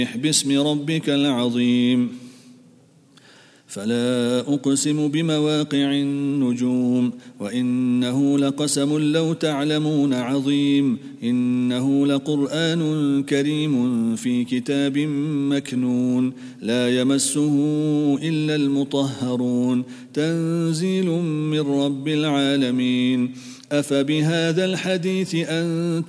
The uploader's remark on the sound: at the Houghton Masjid (West Street)